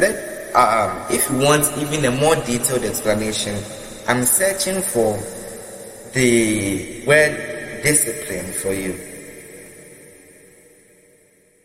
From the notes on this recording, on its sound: Preached at the Love Arena Gospel Encounter Service, LIVE at the Love Arena Church, Accra - Ghana.